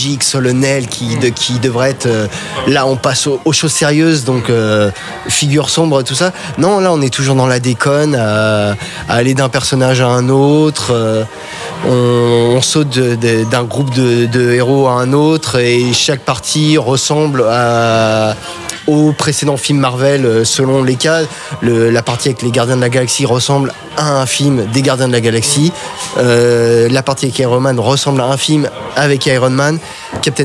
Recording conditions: busy venue